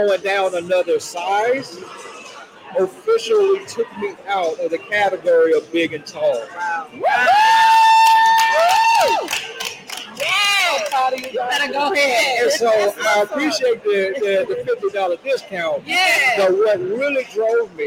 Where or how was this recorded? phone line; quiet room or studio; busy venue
busy venue